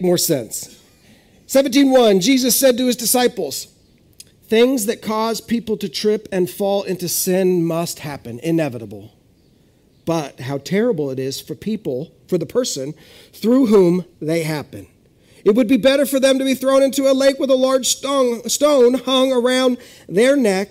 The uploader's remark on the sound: This is audio ripped from the Live Service video.